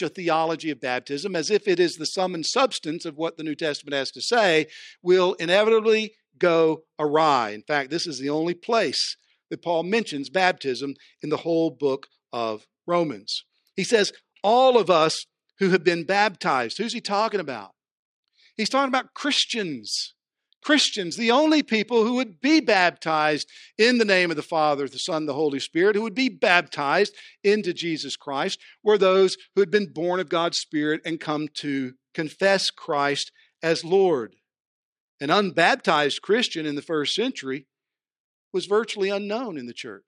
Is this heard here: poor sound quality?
no